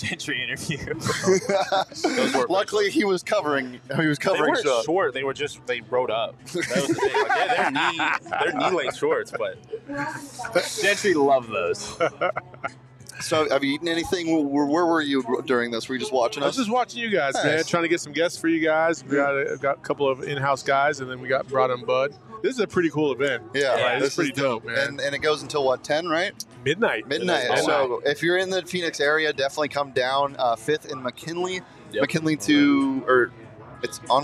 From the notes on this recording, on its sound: The boys are live in Downtown Phoenix at Buds-A-Palooza!